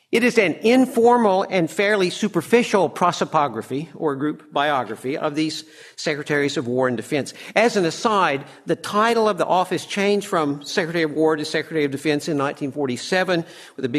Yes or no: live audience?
yes